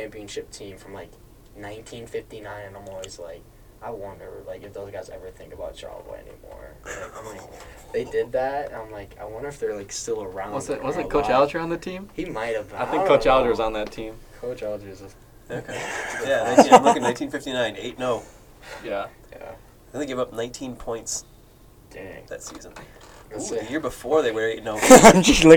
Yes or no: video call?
no